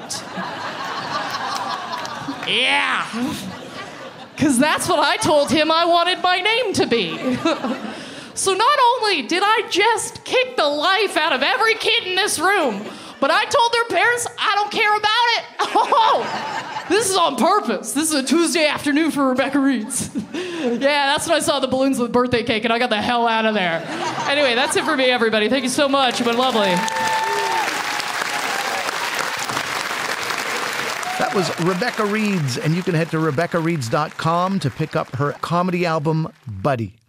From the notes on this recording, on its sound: From the Big Sound Comedy Festival in Parry Sound